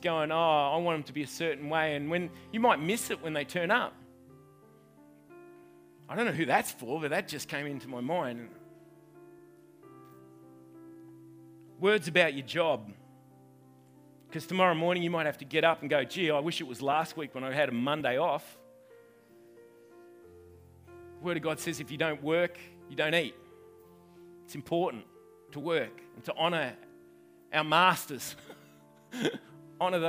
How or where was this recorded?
live audience